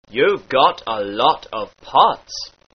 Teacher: The aw sound in words like hot darkens to the aw sound in words like ought. Therefore, you've got a lot of pots becometh you've got a lot of pots.